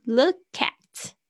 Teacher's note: 注意一下 look 跟 at 可以连音